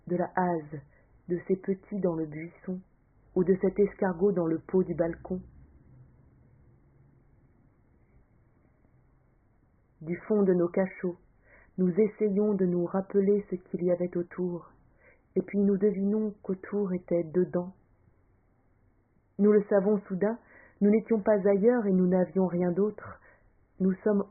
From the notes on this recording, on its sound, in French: Je l’ai enregistré avec mes moyens humbles.